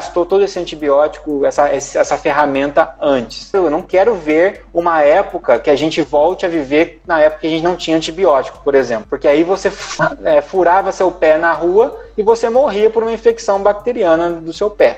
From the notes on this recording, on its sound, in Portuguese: Este episódio é o registro da live do dia 25/06/20. Na qual fui convidado para conversar com o Centro Acadêmico de Enfermagem da UFR.